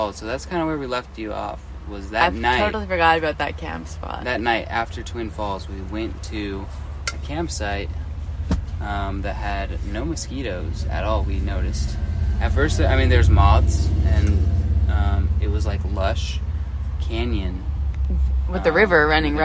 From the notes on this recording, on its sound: recording from the beach